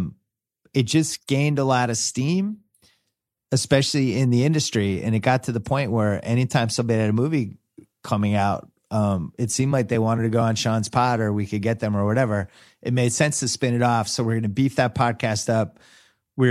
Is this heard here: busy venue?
no